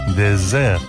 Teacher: La diferencia consiste en que désert, desierto, se pronuncia con una S sonora, como la que antiguamente tenía el castellano, pero ya no, y que, por ejemplo, siguen teniendo en su sistema fonológico el catalán valenciano o el portugués.